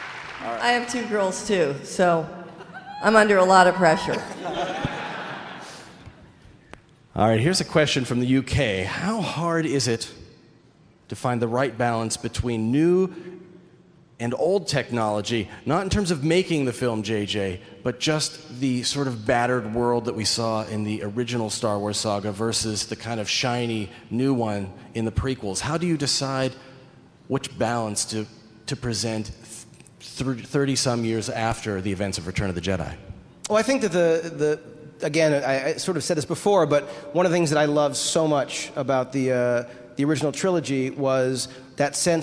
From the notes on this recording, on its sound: I’ve grabbed the audio from the panel